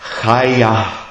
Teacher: Aber es strömt dann immer der Atem, das H sehr stark mit. Also in dem Chaya ist eigentlich dieses H, dieses He auch drinnen.